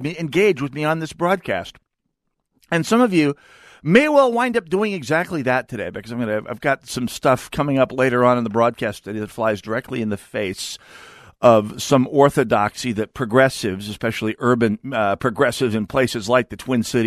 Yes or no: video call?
no